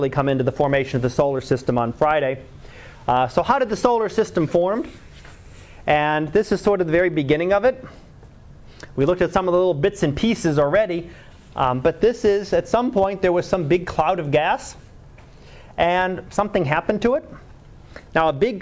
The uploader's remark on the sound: Live Class Lecture